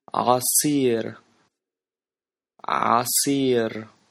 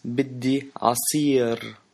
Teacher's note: Make sure to pronounce the R, it's a rolling R. And then the عين، it's like a throat letter.